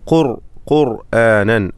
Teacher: ചെറിയ ഒരു ശബ്ദ ചലനം റായിന് സംഭവിച്ചിട്ടുണ്ട്. റായിന് സുക്കൂനാണല്ലോ.